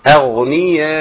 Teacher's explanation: الغين اعمل تبويزه تدوير لشفتين بسيط او تبويزه بسيطه قوي.